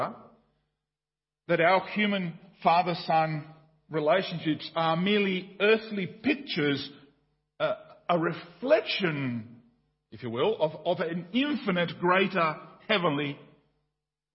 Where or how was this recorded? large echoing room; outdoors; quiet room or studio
large echoing room